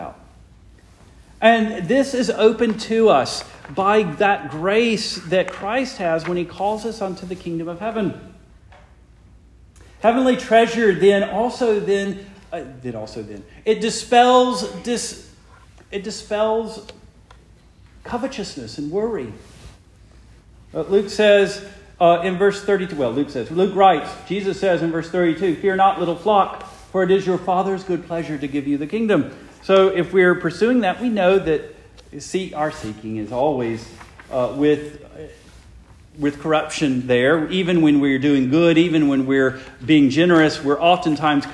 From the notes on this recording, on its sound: Preached the morning of July 16, 2023, for the Heidelberg Presbyterian Church in Heidelberg, Mississippi.